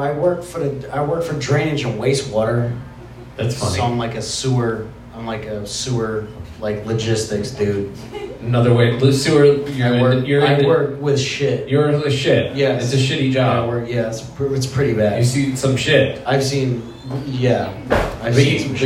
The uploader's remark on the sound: Live at The Waterwheel